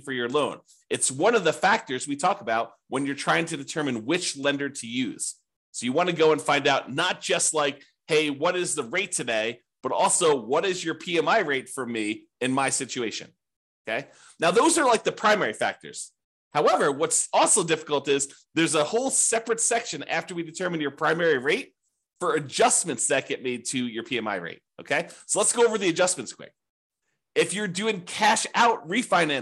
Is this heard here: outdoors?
no